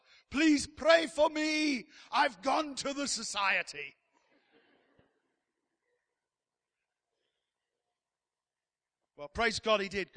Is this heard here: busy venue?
no